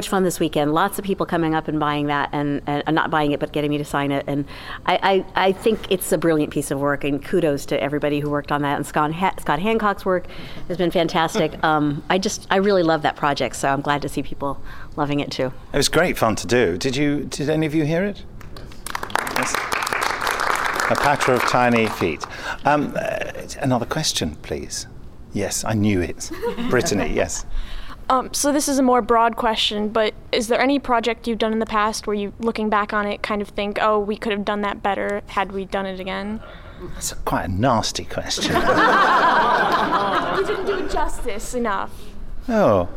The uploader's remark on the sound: The Big Finish Podcast returns, live from Chicago TARDIS 2015!